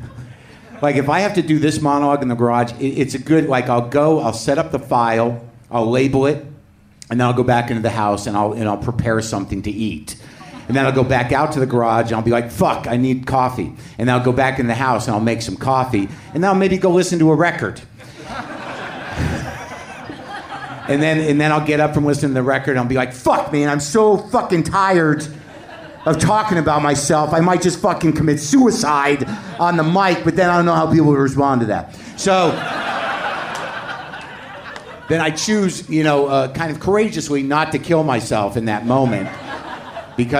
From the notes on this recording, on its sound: Recorded in front of a live audience at the LA Podfest.